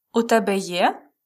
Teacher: If we pronounce it with a question intonation, rising intonation, means do you have?